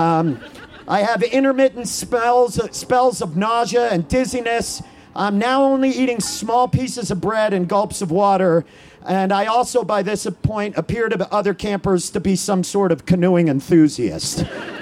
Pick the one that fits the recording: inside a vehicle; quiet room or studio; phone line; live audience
live audience